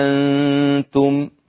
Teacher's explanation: ورش بيحذف الألف ويبدل الهمزة مع إشباع المد